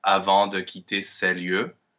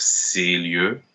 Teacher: where we have the CES, that should be also an open E · Shown in: first take · instead of ces lieux with the closed A.